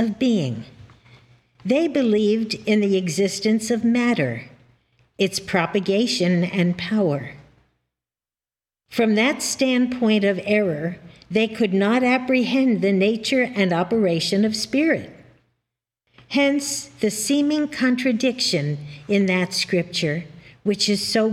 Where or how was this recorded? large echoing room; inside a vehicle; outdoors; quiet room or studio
large echoing room